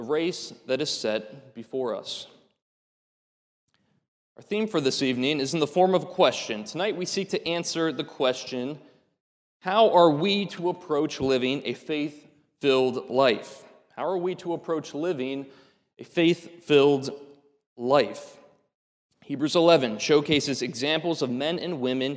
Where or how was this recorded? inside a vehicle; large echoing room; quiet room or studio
large echoing room